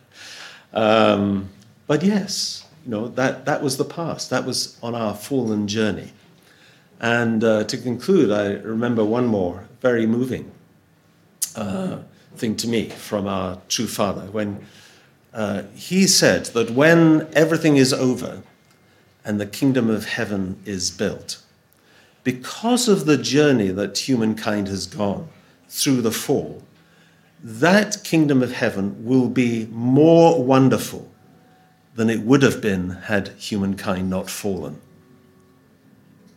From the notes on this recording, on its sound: Audio from a sermon in Hatch End